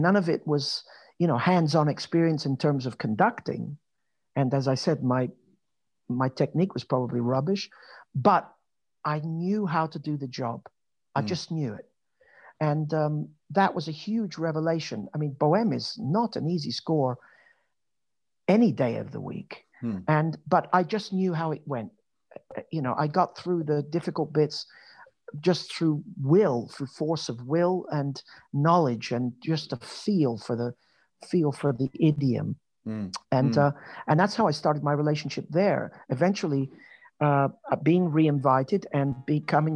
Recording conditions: video call